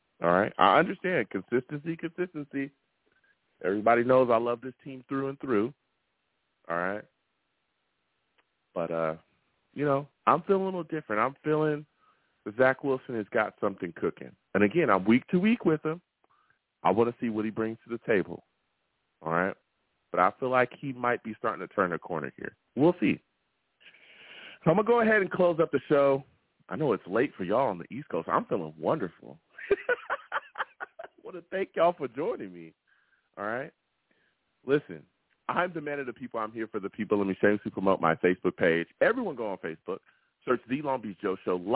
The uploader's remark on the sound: Tonight, live after the Sunday night game we sat down and discussed the Jets loss to the Chiefs! I take live calls!